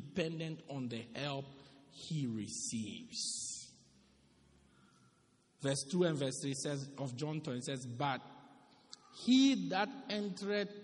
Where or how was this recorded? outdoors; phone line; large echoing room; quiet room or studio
large echoing room